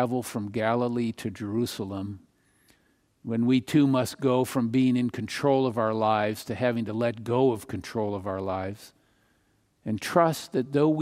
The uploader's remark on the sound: Palm Sunday message delivered during the Traditional Worship Service. San Marino Community Church.